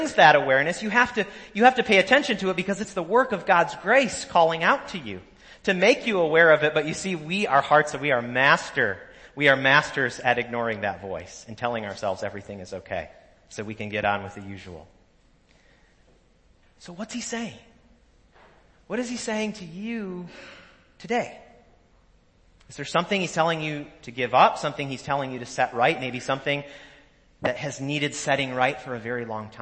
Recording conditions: large echoing room